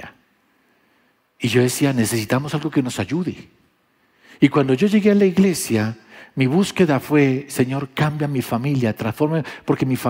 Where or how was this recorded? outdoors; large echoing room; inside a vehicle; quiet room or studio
large echoing room